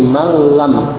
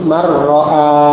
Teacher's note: Fil lami warra'i, pada huruf lam dan huruf ra. Nun sukun diidghamkan tanpa mendengung, tanpa zunnah, pada huruf lam dan huruf ra.